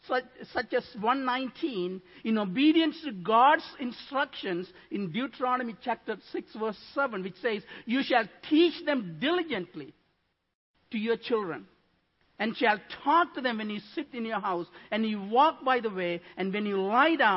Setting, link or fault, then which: setting, large echoing room